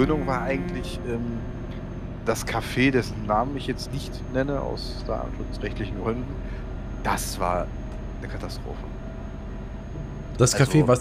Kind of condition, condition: fault, background noise